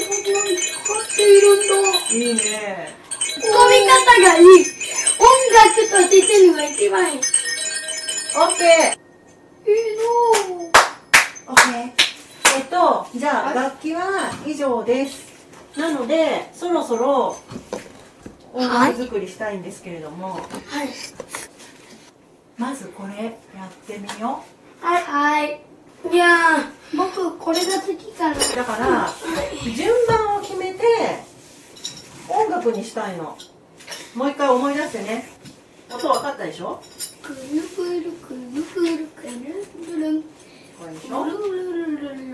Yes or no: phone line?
no